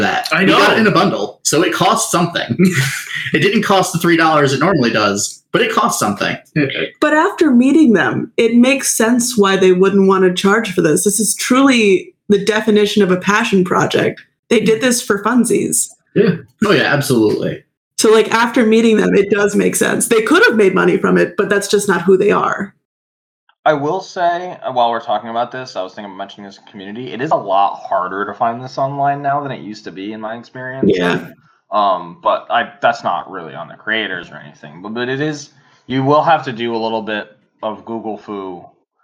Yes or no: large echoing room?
no